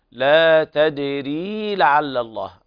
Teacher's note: إثبات حرف المد بمقدار حركتين